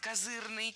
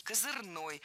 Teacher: С ударением на втором слоге и окончанием «ый» – козырный, и с ударным окончанием «ой» – козырной · Term: двойная норма ударения